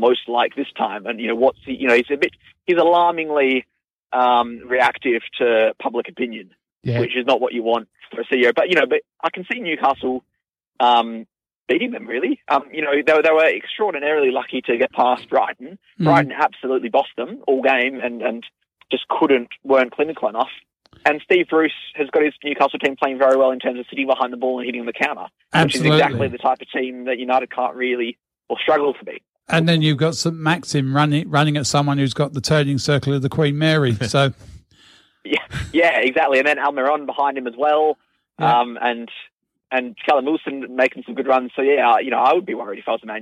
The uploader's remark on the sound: In the studio the Team this week will be. These guests live on the phone.